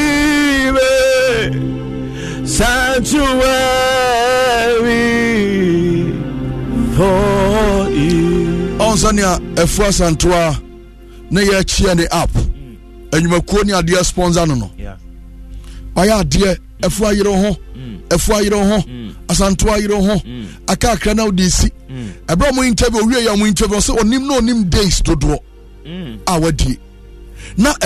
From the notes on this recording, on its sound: Live worship &prayers